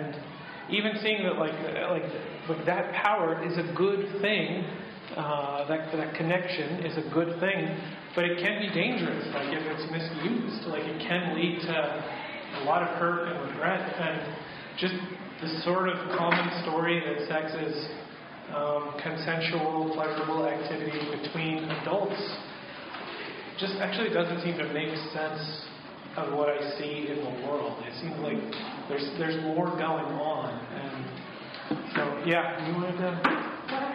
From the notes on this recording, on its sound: This week's episode features audio from a workshop